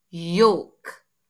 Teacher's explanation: There's an L in there, but you notice you did not hear any L sounds coming from my mouth.